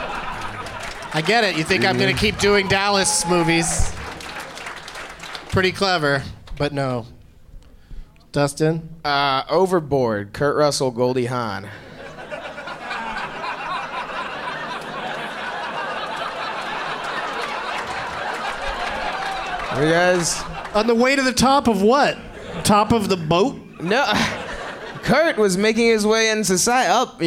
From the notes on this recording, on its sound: Live from Hyena's in Dallas